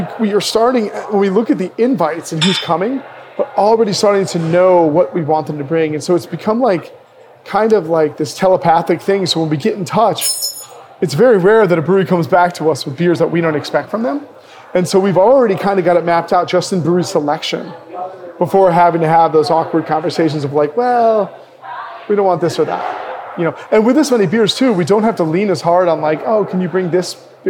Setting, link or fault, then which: setting, busy venue